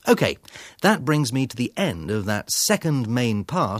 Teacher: The speaker has reached the end of section two of his talk. His intonation falls, the pitch and music of his voice get lower, and he gets quieter before he introduces the next section. His intonation then rises again.